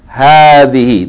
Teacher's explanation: it is pronounced hadhihi with a long vowel, even though the aleph is not written. The aleph is omitted in writing, but you have to pronounce it.